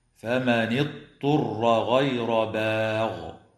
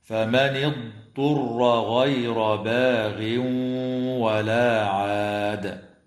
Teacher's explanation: القراءة بضاد ساكنة ليست مقلقلة وبعدها طاء مضمومة مخففة · Shown in: second take · هكذا: فمن اضطر غير باغ ولا عاد.